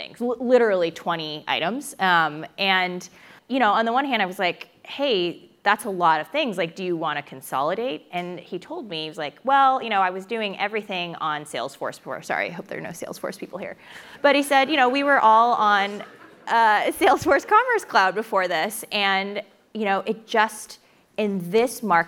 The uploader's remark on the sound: In this fireside chat, recorded at the 2022 Crossbeam Supernode conference